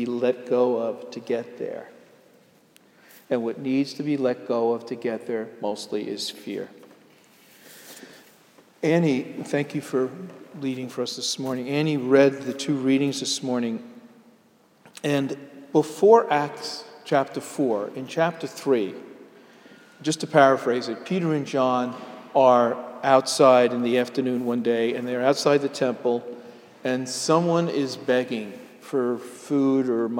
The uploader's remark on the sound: Sermon delivered at Jan Hus Presbyterian Church and Neighborhood House NYC